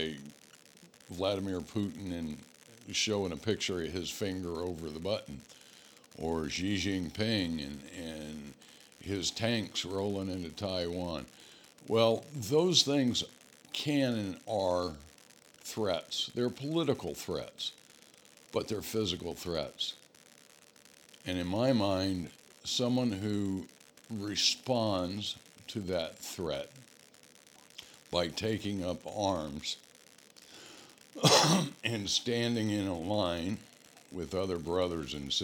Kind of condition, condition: fault, background noise